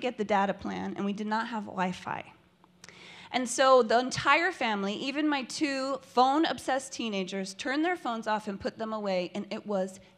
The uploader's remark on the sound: Pivot Spokane is a live storytelling event hosted quarterly. This event was recorded live on February 6, 2020.